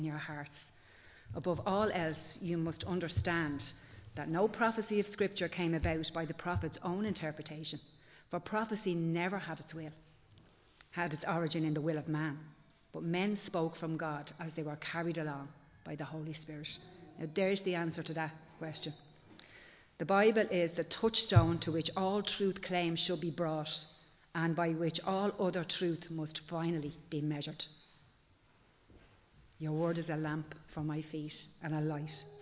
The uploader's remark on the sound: Recorded live in Liberty Church on 12 March 2023